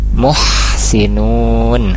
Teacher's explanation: ada huruf H mengalir suaranya, kemudian di akhir muhsinun ada mad arid disukun, dibaca 2, 4 atau 6 harakat secara konsisten.